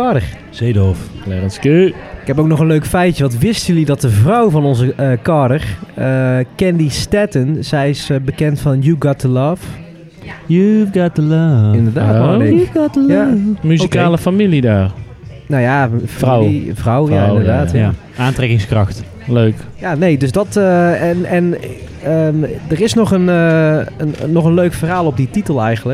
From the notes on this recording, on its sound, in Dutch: live vanuit cafe Steck in Tilburg